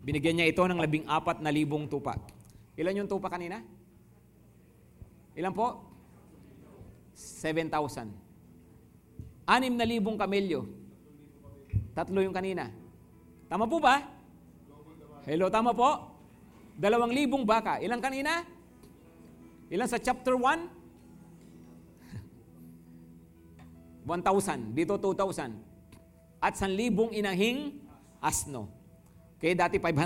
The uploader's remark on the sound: Preached last July 23, 2023, at Grace Testament Church's 10am service.